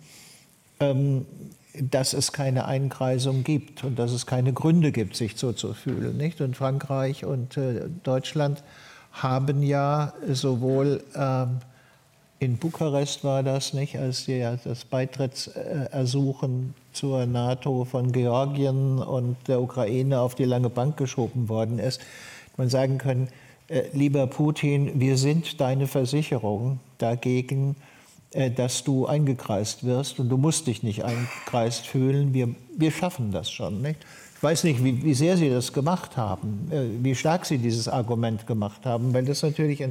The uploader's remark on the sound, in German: im Berliner Renaissance-Theater aufgenommene Buchvorstellung